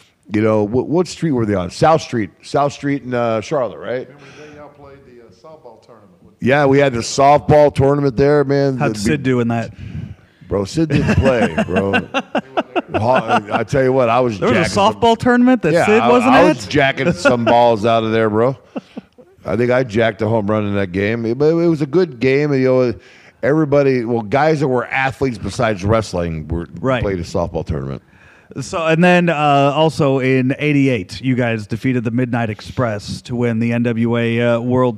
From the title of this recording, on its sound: Live from New Orleans, WrestleMania 34